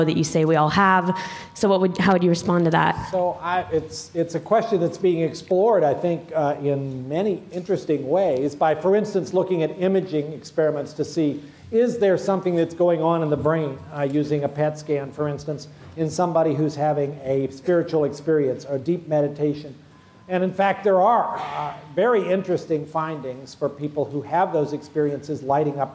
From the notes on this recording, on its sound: Followed by audience Q&A.